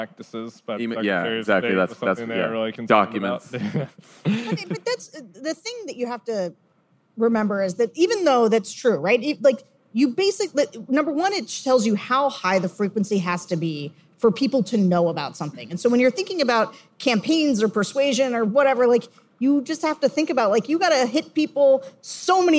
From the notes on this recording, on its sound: Recorded January 19 at the Avalon Hollywood